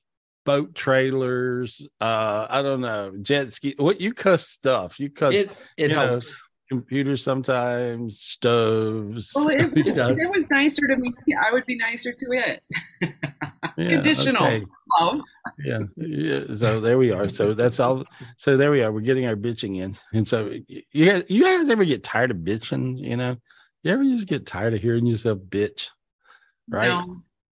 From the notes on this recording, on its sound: Weekly Zoom Podcast in Audio format. This was recorded LIVE on Zoom on August 19th, 2023.